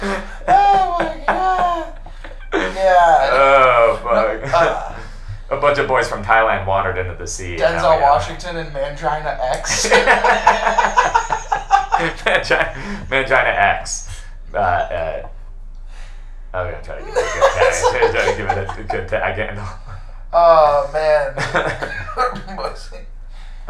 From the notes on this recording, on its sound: Great ep, horrible audio.